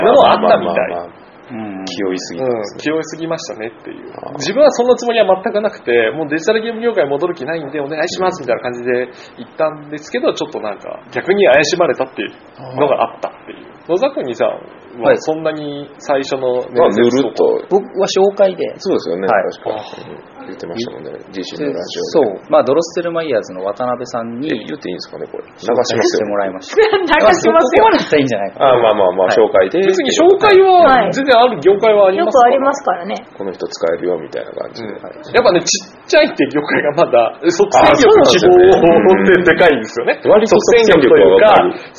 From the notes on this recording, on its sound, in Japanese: 9月1日に開催された｢TRPGフェス｣にて、ボードゲーム業界で働く人が集まって収録！